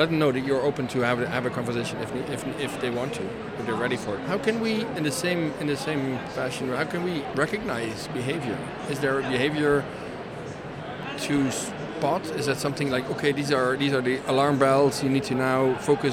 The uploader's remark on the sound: Live from #IMEXAmerica